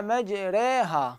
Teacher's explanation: يميل هذه الألف إلى الياء، كأنه يلفظها نصف ياء، ما يلفظها ياء محققة، يعني ما يقول مجريها، هاي ياء محقق، ولا يقول ألف محققة، يقول مجراها، هاي ألف محققة، وإنما وسط، لا هي ألف محققة ولا هي ياء محققة. · Term: إمالة كبرى